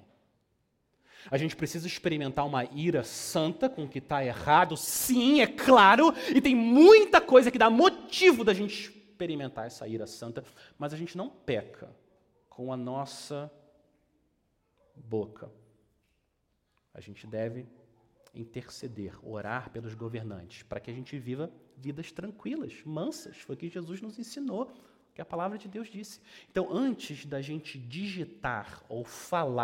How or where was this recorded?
large echoing room